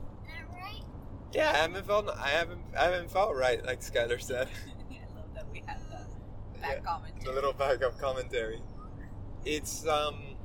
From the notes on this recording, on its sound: Coming at you from the van! Yes, we recorded this on the road and it feels good to be back on the podcast.